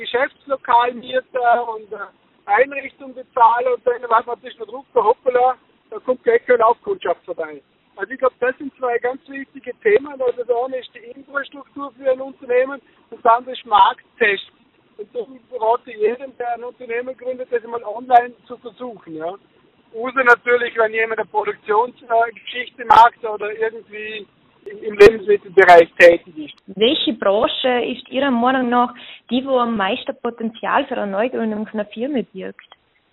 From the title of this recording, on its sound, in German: Telefoninterview